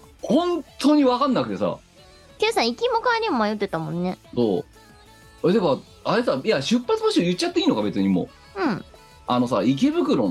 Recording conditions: video call